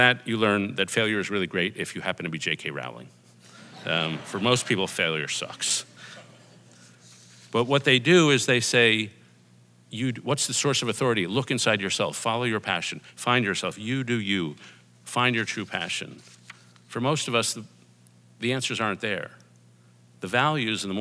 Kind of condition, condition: setting, live audience